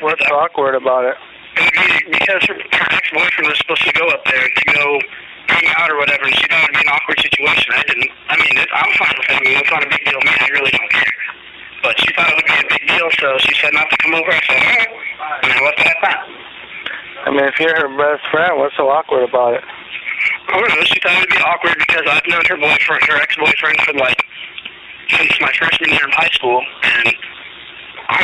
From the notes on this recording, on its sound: playing us a short police phone call